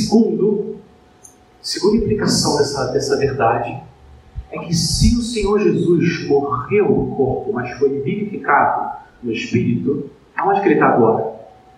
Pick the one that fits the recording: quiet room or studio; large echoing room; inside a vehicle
large echoing room